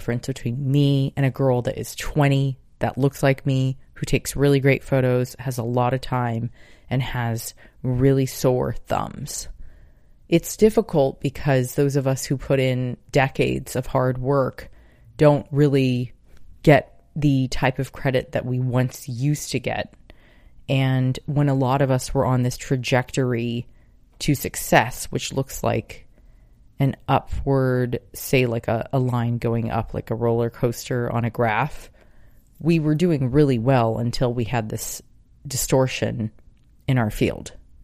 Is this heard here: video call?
no